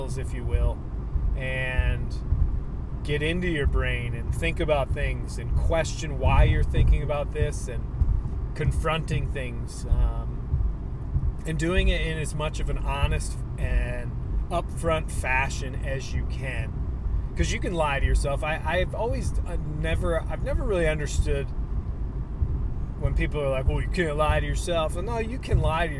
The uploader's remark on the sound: Solo Show on the Road. The first part of this podcast takes place on Cape Cod and the rest is recorded while driving my way back across this beautiful country. The audio is affected by the car sounds.